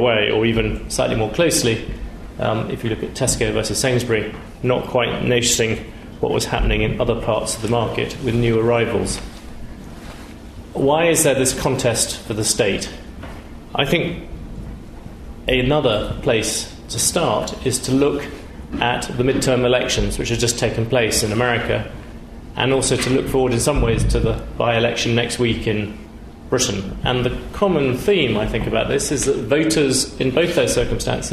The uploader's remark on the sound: Recorded on 10 November 2014 in Sheikh Zayed Theatre, New Academic Building.